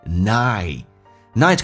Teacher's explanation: I 这个发音夸张一点，先发 A 再发 E